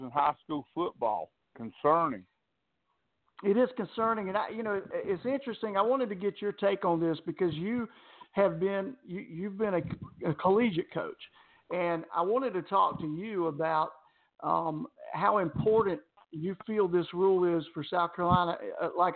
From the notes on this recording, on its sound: A SOLID HOUR OF LIVE CALLS